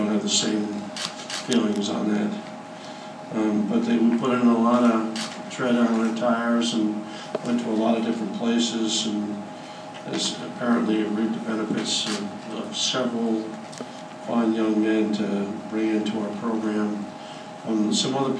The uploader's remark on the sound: hosted a news conference